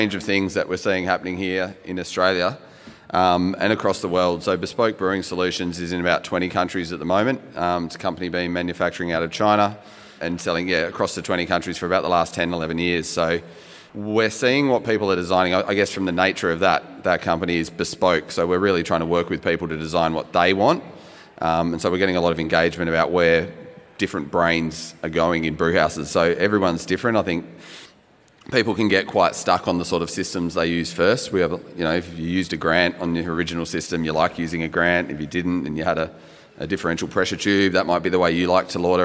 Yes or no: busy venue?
yes